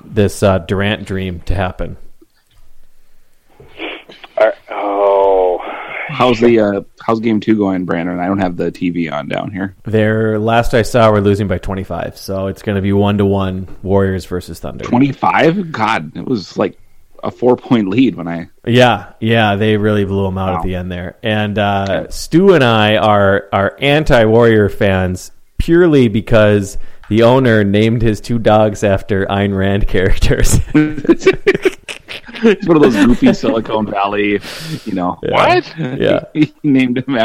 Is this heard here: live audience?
no